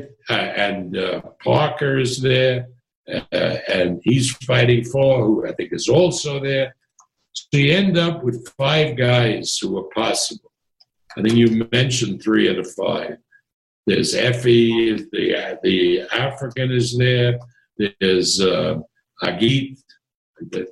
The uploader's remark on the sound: Via Zoom